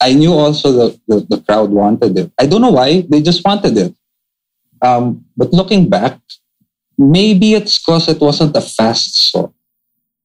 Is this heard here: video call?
yes